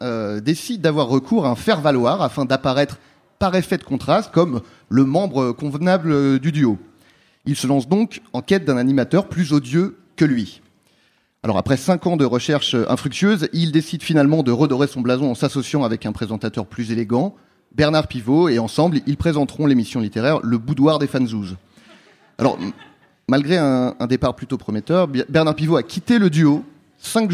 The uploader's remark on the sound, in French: Enregistré en public à la Gaîté Lyrique.